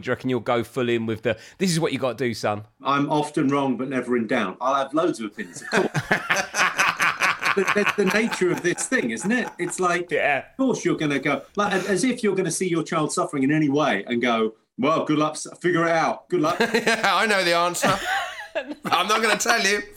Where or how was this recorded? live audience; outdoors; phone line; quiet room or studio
quiet room or studio